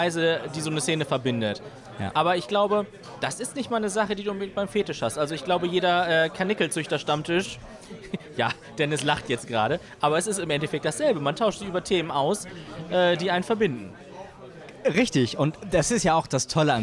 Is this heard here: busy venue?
yes